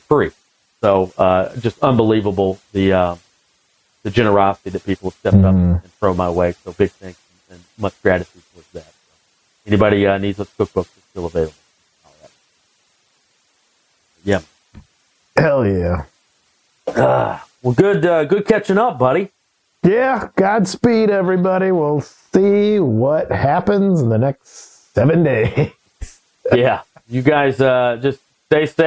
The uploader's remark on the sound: sequestered at home and recording over the phone